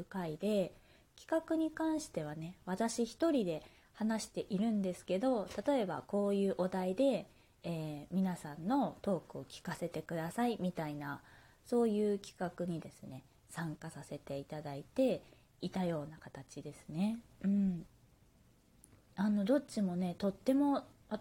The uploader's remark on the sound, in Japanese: 自宅でスマホによる収録のため様々な騒音が収録されています、ご了承ください。キッチンのすみっこで。